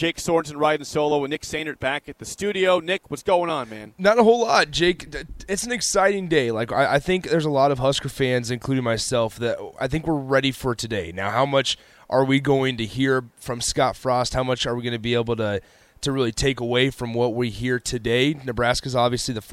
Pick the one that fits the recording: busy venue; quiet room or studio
busy venue